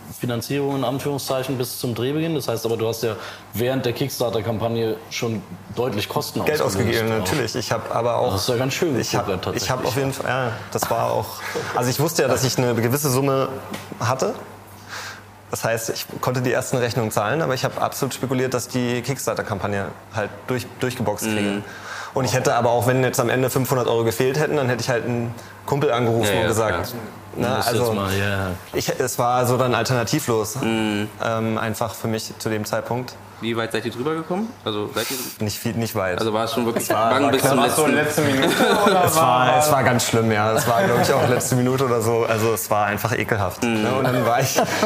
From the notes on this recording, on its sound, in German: Live vom Bildrausch Festival. Wir nehmen den Roundtable Live beim Bildrausch-Kurzfilmfestival.